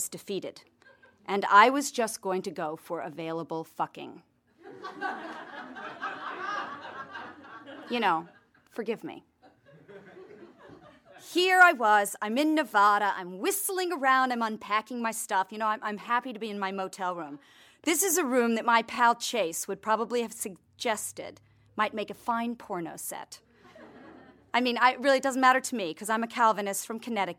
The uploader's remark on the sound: recorded at one of the earliest Afterbirth shows in Los Angeles in 2006.